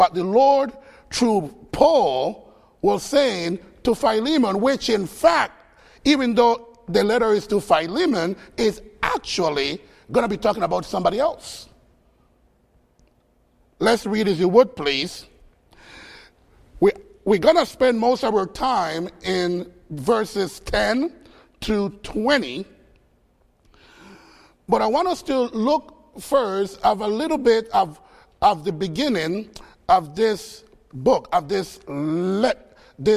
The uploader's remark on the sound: Faith Baptist Church in Hamilton, NJ.